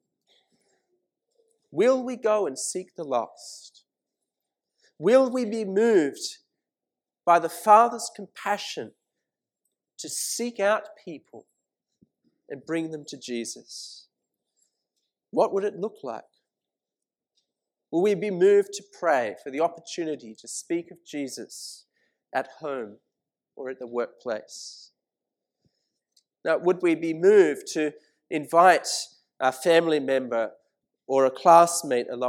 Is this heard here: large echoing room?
yes